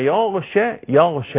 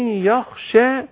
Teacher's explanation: الغين والخاء من مخرج واحد من ادنى الحلق بس الغين لها صفات وايضا الخاء لها صفات.